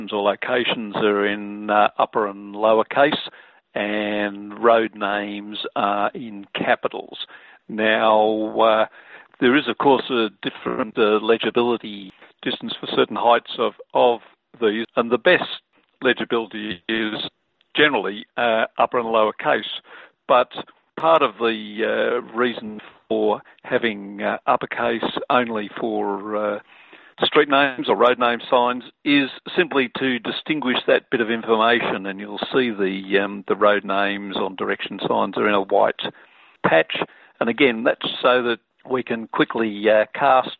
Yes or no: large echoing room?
no